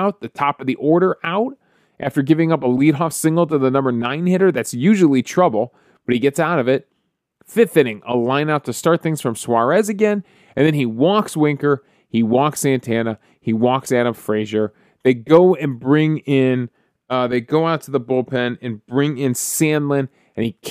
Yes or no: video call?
no